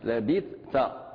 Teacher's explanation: الثاء ساكنة إظهارها يتم الإتيان بجميع الصفات من رخاوة ومن همس